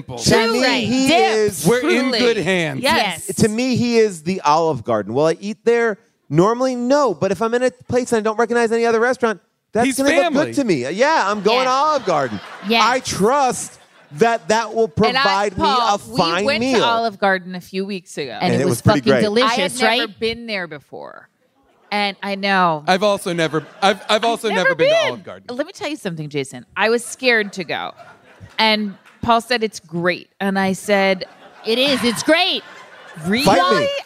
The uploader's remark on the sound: Recorded LIVE from Largo in LA